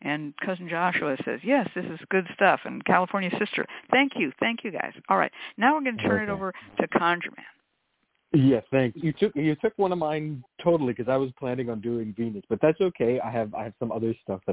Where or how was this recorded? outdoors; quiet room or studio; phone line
phone line